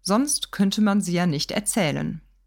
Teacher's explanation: Ich würde es hier auf erzählen betonen.